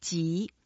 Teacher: 吉 is the second tone. You go up a little bit.